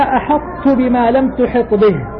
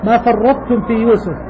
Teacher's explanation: في أربع كلمات في القرآن أدغمت الطاء في التاء